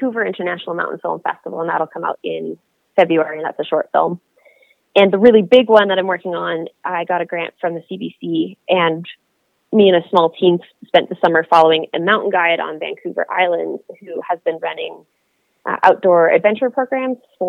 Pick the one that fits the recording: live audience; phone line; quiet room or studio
phone line